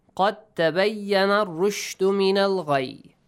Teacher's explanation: the letter دال and the letter تا، they kind of have the same articulation point · Term: idgham